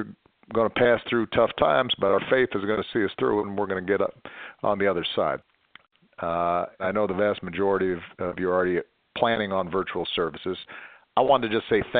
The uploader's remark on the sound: During a conference call on April 9, 2020.